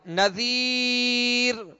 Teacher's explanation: را ساکن سے پہلے یا ساکنہ ہو تو اس را کو باریک پڑھیں گے